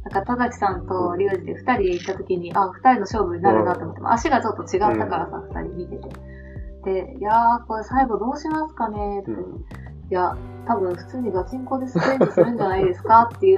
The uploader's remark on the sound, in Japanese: お酒を飲みながらのトークであることをお許しください。少しノイズが入ってしまっています。